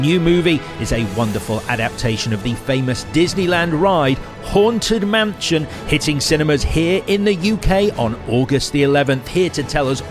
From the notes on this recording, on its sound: This episode was recorded at 21Soho - Bringing you the best of the best comedians to the biggest comedy stage in Soho!